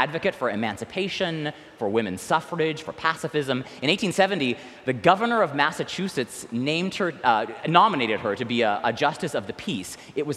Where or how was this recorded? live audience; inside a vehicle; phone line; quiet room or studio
live audience